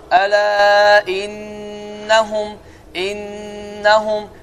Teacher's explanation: ağız boşluğundan heç bir səs çıxmaz və səs xayşum adlanan, yəni burundan çıxar · Term: Qunnə